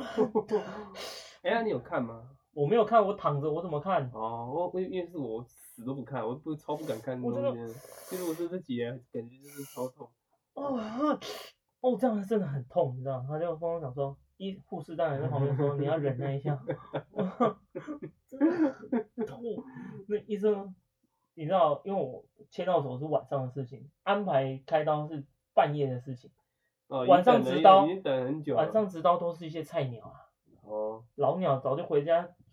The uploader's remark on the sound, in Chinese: 這一集的收音會有點瑕疵